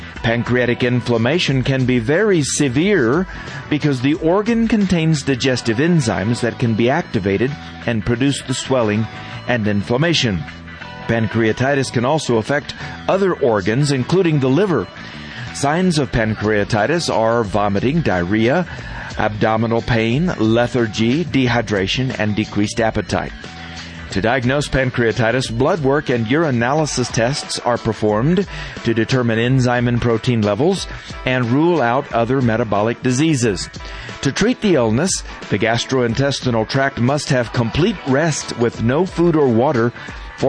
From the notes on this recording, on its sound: Animal Radio is LIVE from the Pasadena Rose Bowl for the annual Race for the Rescues, benefiting 10 great rescue organizations. It's a 5k run and adoption event with lots of animals and lots of celebrities.